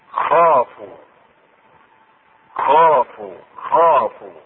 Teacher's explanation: وهذا الحرف حرف استعلاء، يجب الخاء تقرأ بالاستعلاء